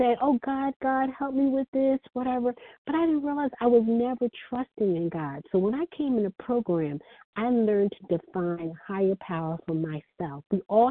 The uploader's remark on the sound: 100 Pounders Phone Meeting, 2/16/24.